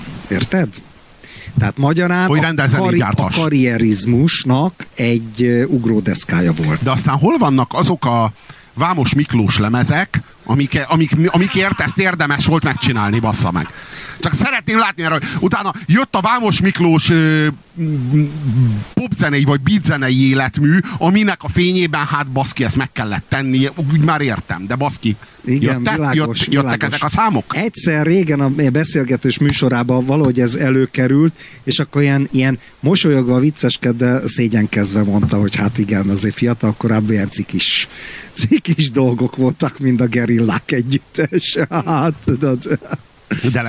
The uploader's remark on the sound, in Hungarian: beszélgetése a Mika Tivadar Mulatóban